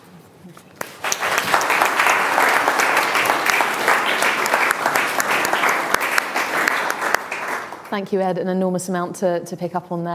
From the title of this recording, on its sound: IfG Net Zero Conference: Keynote speech